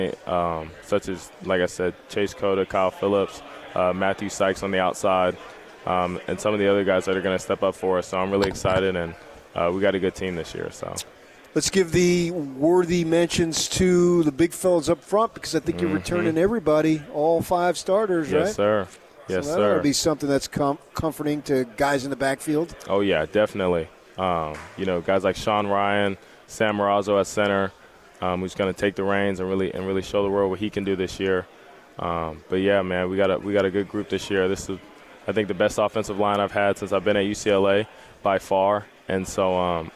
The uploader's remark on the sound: LIVE from Pac-12 Media Day in Los Angeles, CA